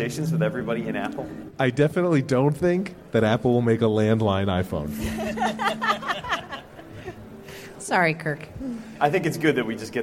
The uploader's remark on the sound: A panel at Macworld|iWorld 2013